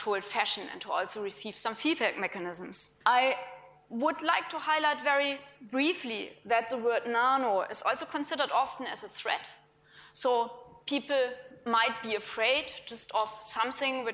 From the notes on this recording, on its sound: IFE Grand Challenge Lecture, recorded 23 February 2018 at QUT